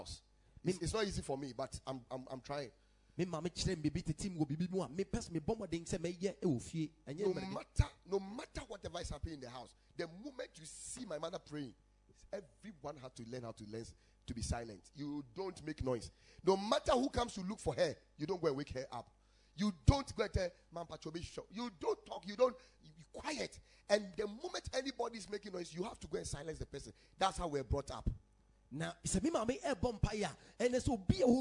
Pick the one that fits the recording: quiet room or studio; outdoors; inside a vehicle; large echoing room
large echoing room